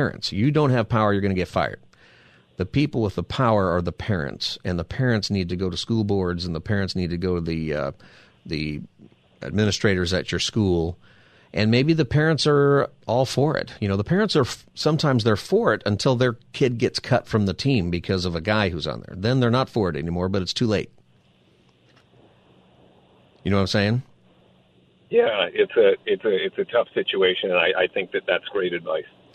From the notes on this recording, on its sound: Open Phone Friday